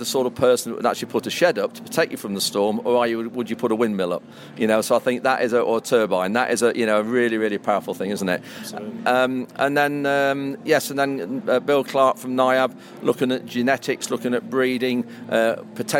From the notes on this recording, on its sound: Highlights from the Lincolnshire Farming Conference, held at the Lincolnshire Showground.